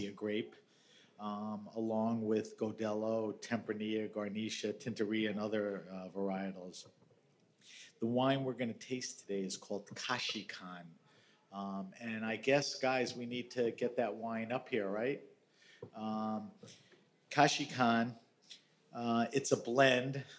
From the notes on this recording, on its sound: This episode of HRN On Tour comes to you live from Raw Wine 2023 in East Williamsburg, Brooklyn. This episode of HRN On Tour comes to you live from Raw Wine 2023 in East Williamsburg, Brooklyn. Taking place at 99 Scott , this ‘Speakers’ Corner’ event includes vertical tastings by growers from Castilla y León.